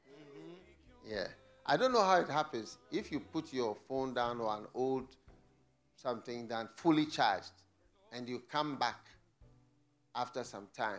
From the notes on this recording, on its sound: Preached at the FLOW Church Service